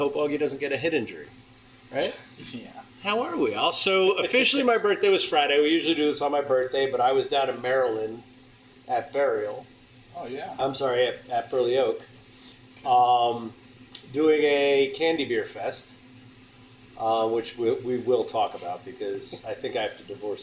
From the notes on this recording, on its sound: 3/4 of us couldn’t make it down this year (kids, work), so. Fired up the pocket recorder and did an impromptu DIY session. You’ll notice a bit of a difference in audio quality this week and next.